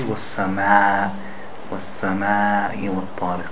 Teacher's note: Make the alif clear and up, and fatha, not between the fatha and the kasra · Term: mud of the alif